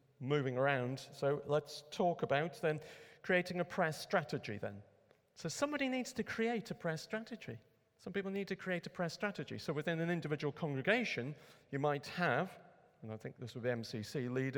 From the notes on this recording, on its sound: A Saturday morning workshop. Recorded at Middlesbrough Community Church.